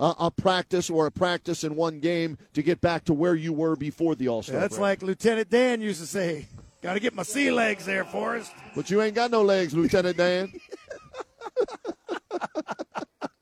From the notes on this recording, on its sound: live from Rocket Mortgage Fieldhouse